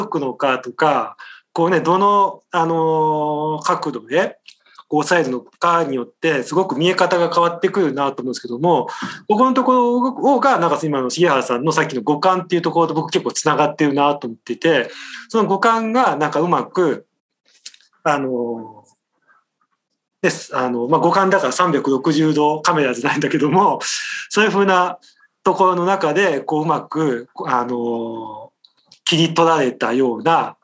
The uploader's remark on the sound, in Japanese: みんなでつくる中国山地百年会議 の会員限定で開かれる 市 （オンライン交流会）での公開収録。